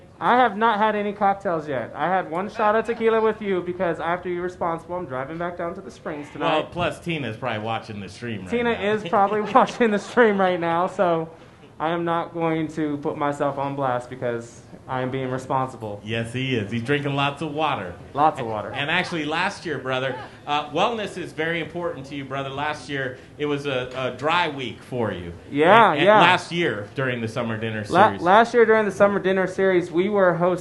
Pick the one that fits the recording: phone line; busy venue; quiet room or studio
busy venue